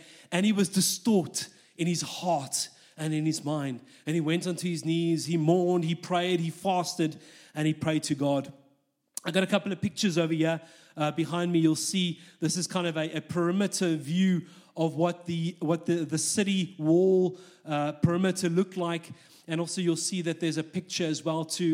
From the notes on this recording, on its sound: This message was recorded live at our Malmö Gathering on Sunday, November 19th, 2023. C3 Church Malmö & Lund.